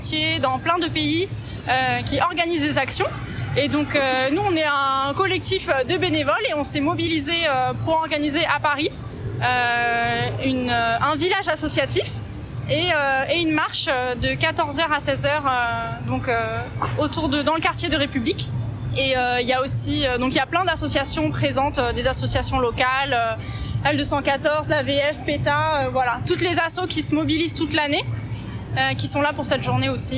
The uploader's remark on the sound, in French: Reportage à la Marche contre le spécisme à Paris